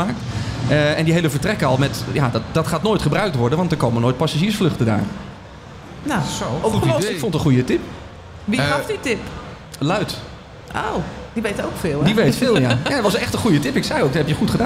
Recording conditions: busy venue